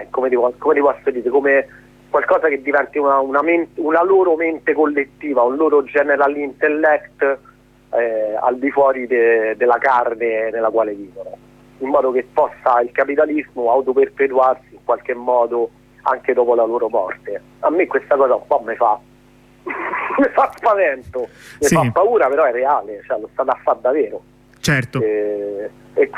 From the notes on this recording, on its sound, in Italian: ne parliamo al telefono con due compagni